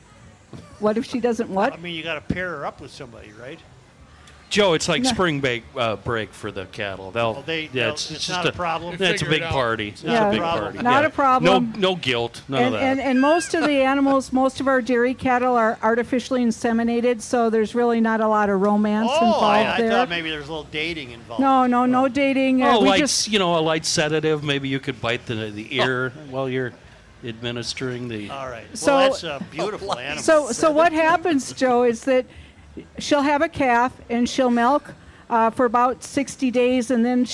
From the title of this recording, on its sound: Day 3 from the MN State Fair!!